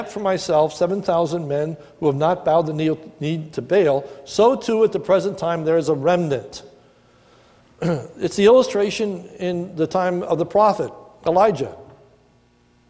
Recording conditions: large echoing room